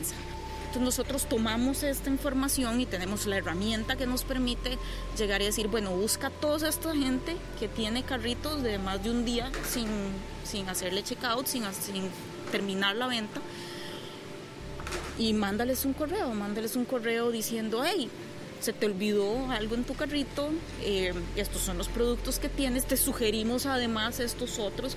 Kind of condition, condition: setting, outdoors